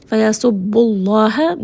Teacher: this Allah is going to be heavy because the letter before has dhamma. So the first one is light, the second one is heavy.